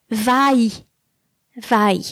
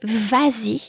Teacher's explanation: So although va, just va, doesn't have an S in the imperative, in order not to have two vowel sounds side by side, you are going to add an S · Shown in: second take · and an hyphen with the pronoun I.